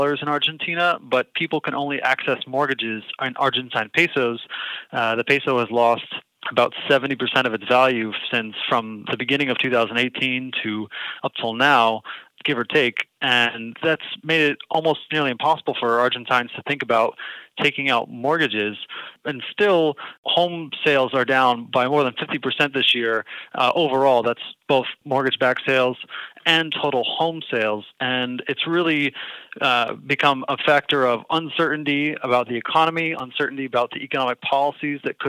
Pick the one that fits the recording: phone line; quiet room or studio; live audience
phone line